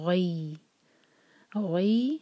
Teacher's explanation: جب فتحہ اور سکون یا اکٹھے آئیں تو یہ ہے مدلین، مدلین سے سافٹنس آتی ہے